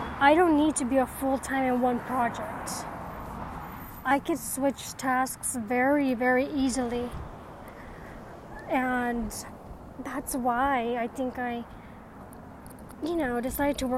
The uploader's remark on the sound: Sound may feel different as it was recorded while on a nature walk.